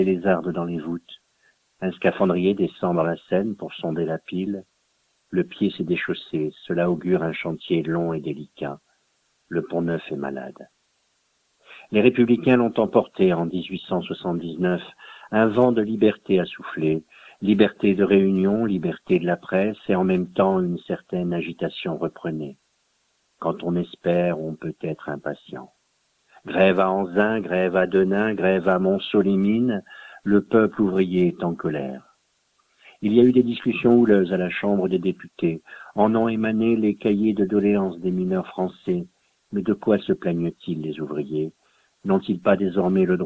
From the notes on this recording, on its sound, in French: Reçoit par téléphone le romancier.